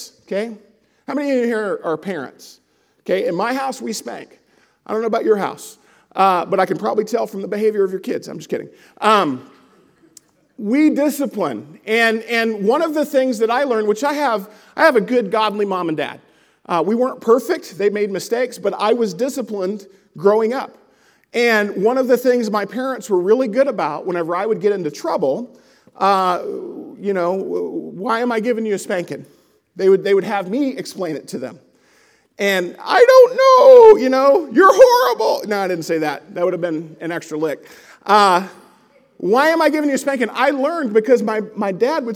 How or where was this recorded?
large echoing room